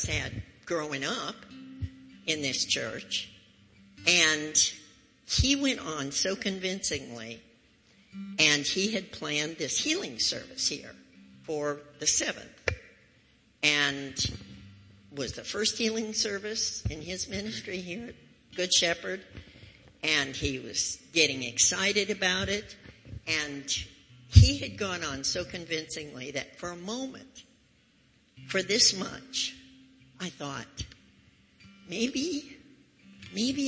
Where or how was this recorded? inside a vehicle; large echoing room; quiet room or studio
large echoing room